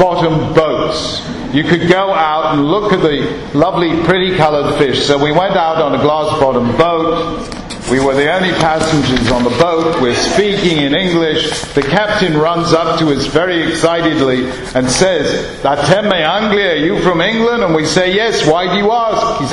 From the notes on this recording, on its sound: Ruth B. Wildes Memorial Lecture 2012. Wildes Memorial Lecture on 1st December 2012 at Yeshiva University.